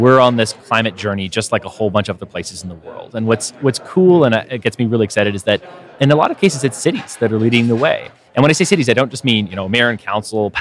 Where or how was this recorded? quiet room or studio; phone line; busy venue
busy venue